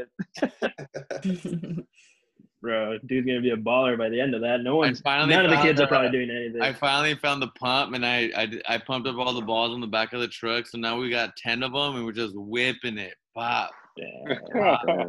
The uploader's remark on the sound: Quarantine zoom call